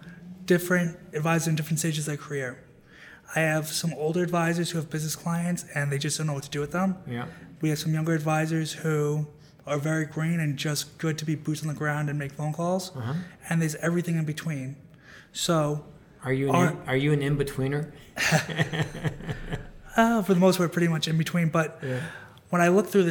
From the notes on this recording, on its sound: at the 2019 BEI National Conference